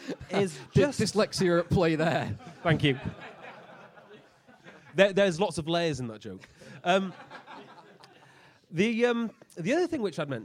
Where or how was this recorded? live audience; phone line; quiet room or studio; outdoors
live audience